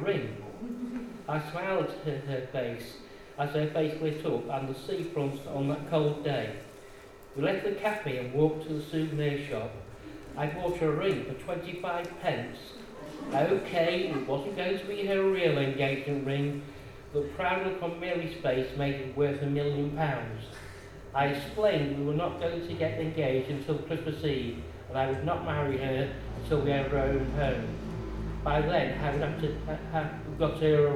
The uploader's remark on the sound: Audio recorded at the very successful book launch of Tales from the East Marsh by our very own East Marsh Writers Group, Quills.